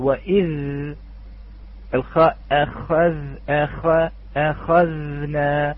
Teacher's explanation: يعني لو أتينا بأي آية وأخذنا مثال وإذ أخذنا، نلاحظ الهمزة، وإذ أخذنا الهمزة لا نستنى عليه، لا نقف عليها، نقول ولكن الذال هي ليست من الحروف هذه، نلاحظ وإذ الخاء أخذ أخ أخذنا، لاحظنا أن هناك زمن في الخاء والذال وليس هناك زمن في الهمزة · Term: الحروف الآنية